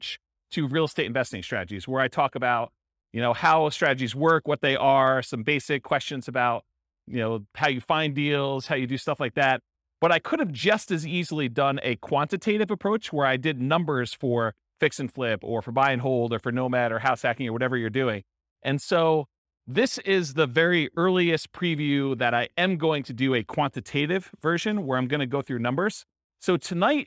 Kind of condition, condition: setting, live audience